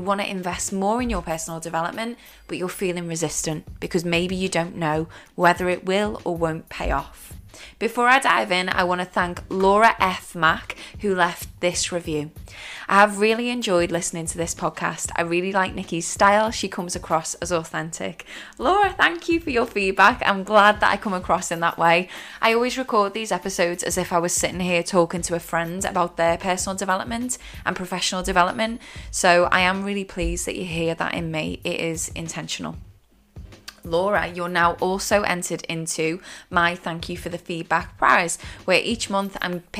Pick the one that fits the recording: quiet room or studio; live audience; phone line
quiet room or studio